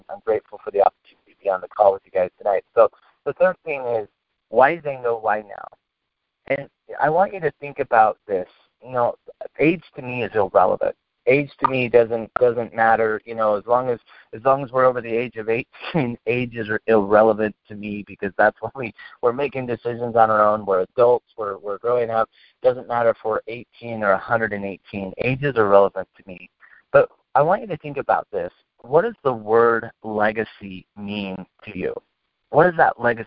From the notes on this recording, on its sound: PowerHouse Network Leadership conference call.